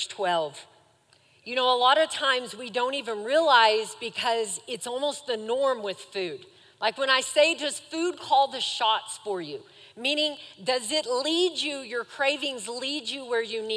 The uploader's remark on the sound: Recorded live during our Wednesday night service